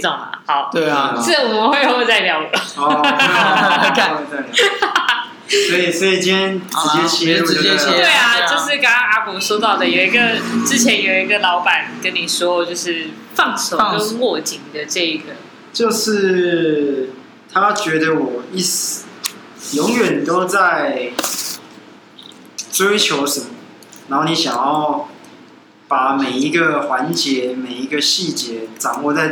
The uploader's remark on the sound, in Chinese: 錄音地點｜ 藍色咖啡館 108台北市萬華區大理街131號